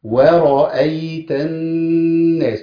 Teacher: نون مشدده تبقى فيها ايه؟ غنى غنى، حركتين